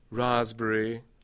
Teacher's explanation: It's interesting, raspberry, because of the phonetic context, the P in raspberry has become voiced as well.